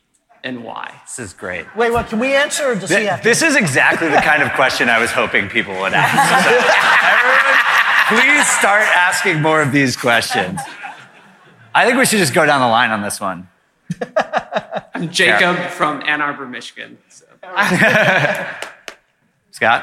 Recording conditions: live audience